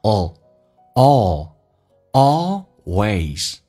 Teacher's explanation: 美式发音当中长元音 all，打开口腔一点，有点像发澳大利亚的 O